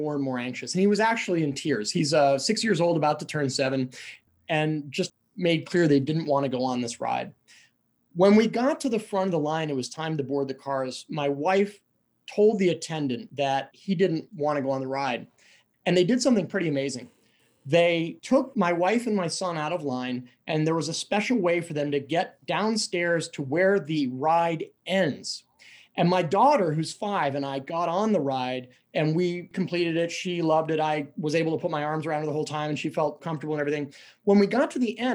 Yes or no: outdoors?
no